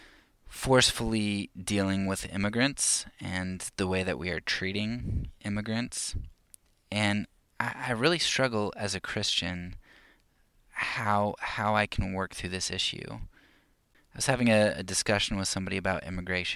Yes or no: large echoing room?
no